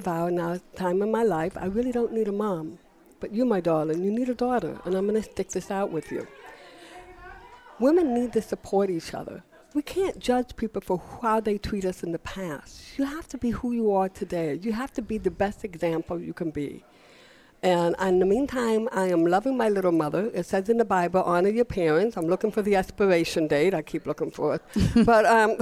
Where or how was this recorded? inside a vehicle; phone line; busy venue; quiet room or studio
busy venue